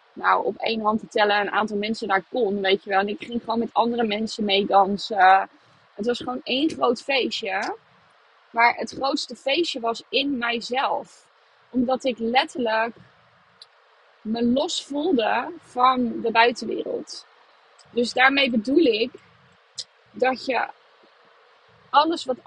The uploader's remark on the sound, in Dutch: deze podcast opgenomen vanuit de auto